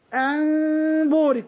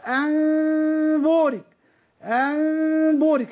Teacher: الشيخ يقول بغنة ظاهرة وبتقليل انطلاق الشفتين جدا